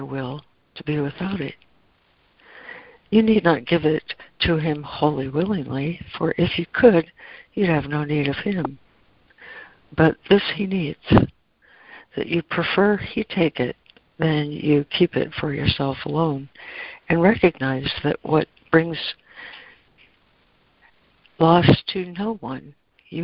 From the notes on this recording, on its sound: ACIM Daily Conference Call